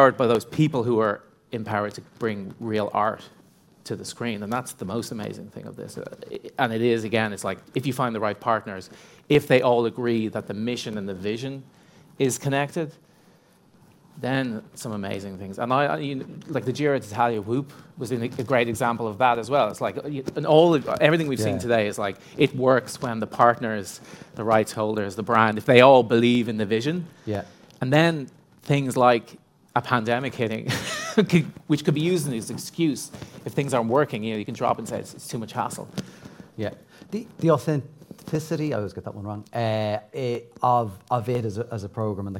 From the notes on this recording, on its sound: This episode was recorded live at the European Sponsorship Association event. This episode was recorded live at the European Sponsorship Association event.